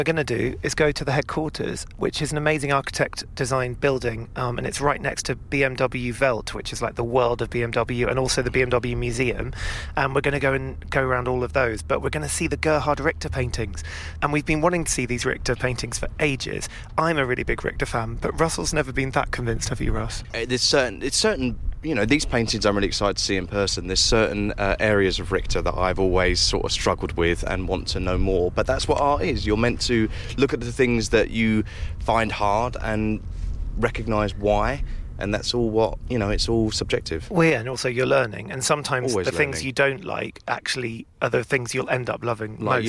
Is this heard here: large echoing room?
no